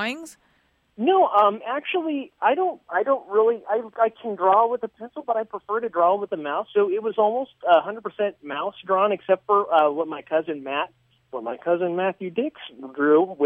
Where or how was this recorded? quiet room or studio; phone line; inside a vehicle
phone line